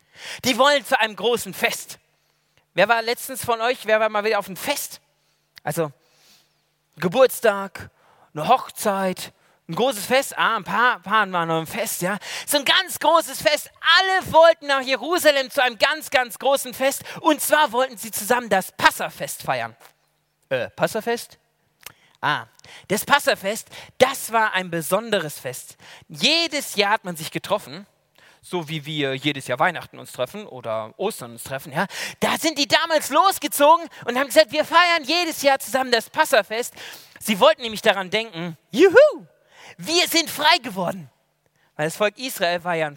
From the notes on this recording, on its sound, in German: aus dem Gottesdienst der Liebenzeller Mission